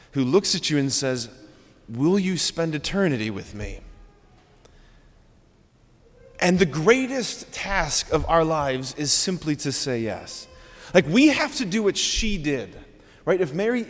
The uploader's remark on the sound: preached this homily on October 15, 2023 at Sacred Heart of Jesus Catholic Church in Wadsworth, OH.